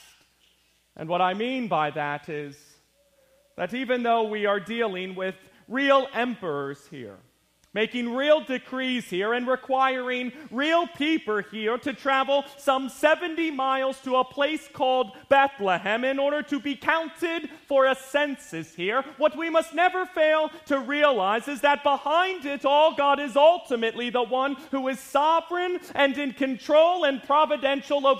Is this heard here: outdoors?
no